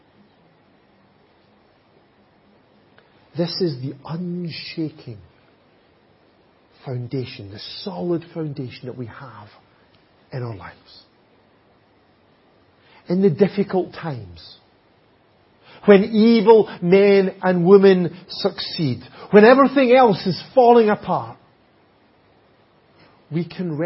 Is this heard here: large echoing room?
yes